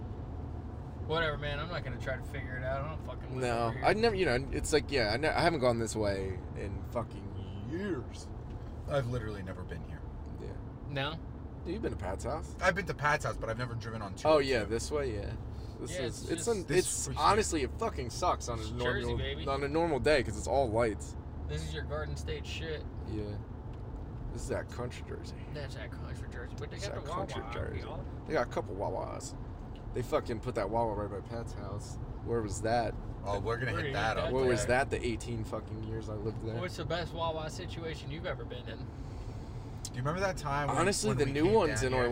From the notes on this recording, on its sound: Whatever else pops into their heads while driving. This was recorded in a car so audio quality will have some outside noise. You will know we are in a car.